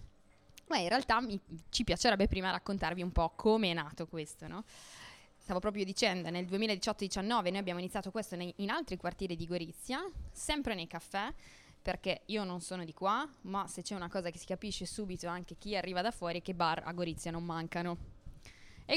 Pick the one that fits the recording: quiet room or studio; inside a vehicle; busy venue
busy venue